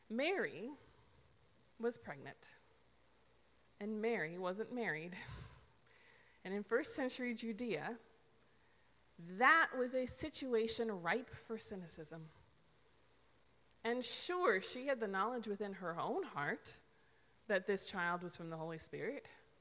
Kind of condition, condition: setting, large echoing room